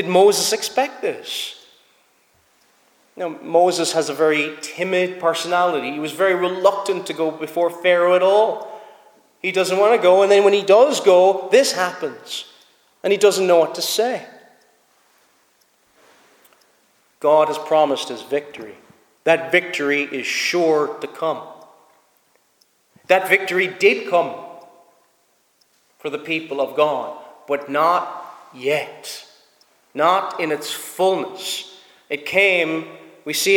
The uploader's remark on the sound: Preached at Snizort Free Church